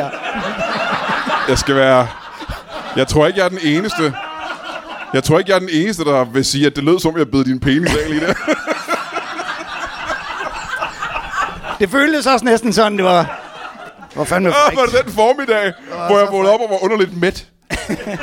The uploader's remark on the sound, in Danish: LIVE fra Kolding